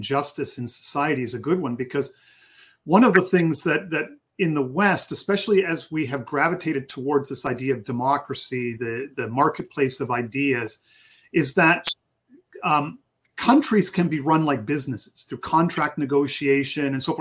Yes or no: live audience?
no